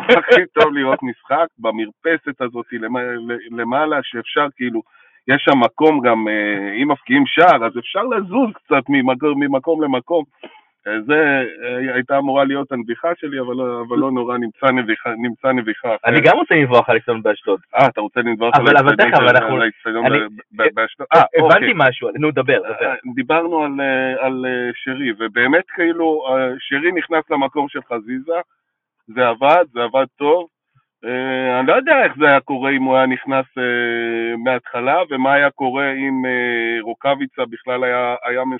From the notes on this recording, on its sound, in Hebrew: שהוקלט ושודר בשידור חי ממגרש החניה של איצטדיון הי"א באשדוד